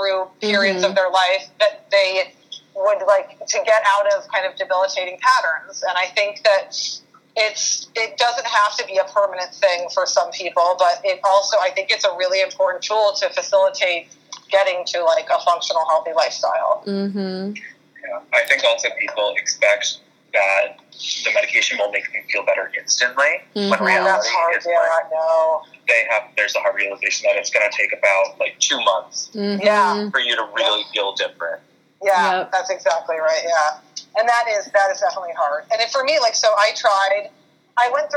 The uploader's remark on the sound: On this episode, I had a conference call